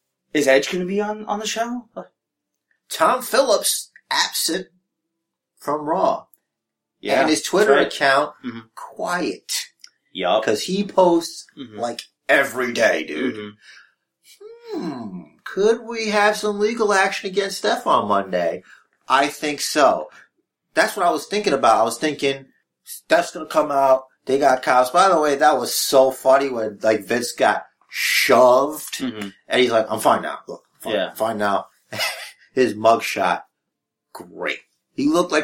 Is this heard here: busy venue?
no